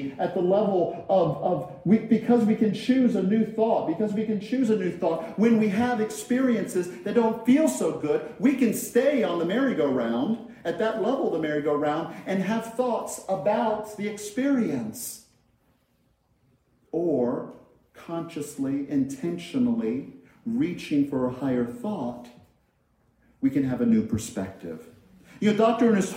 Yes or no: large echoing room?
yes